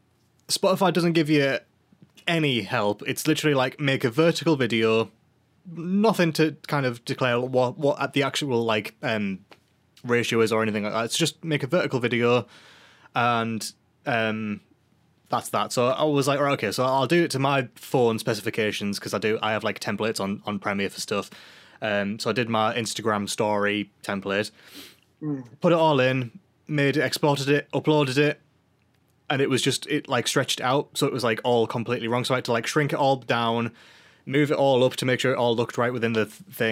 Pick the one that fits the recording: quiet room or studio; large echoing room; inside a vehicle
quiet room or studio